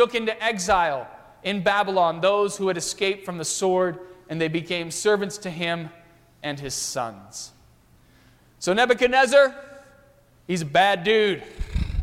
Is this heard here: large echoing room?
yes